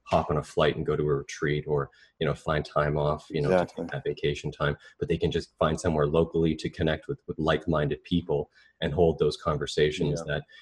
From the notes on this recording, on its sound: via Skype